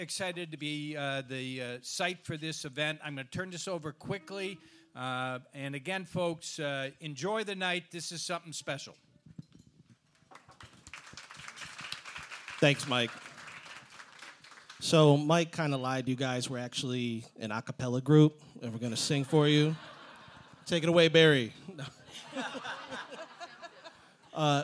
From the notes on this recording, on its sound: we recorded a live episode of CLE Rocks